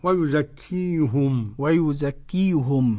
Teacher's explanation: قرأ يعقوب بضم الهاء